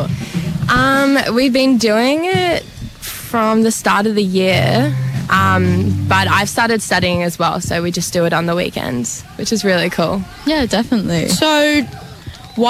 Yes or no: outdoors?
yes